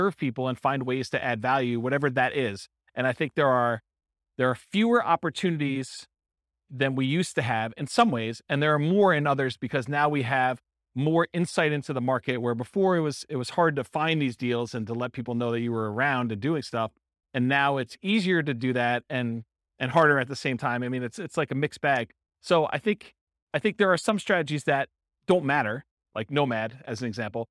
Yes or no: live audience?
yes